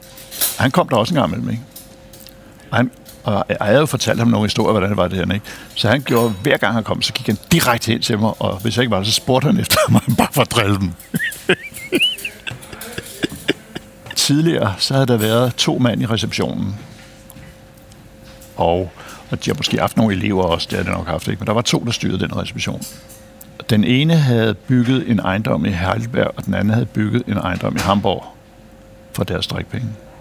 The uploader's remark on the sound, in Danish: Optaget på Nimb Brasserie, Tivoli, København.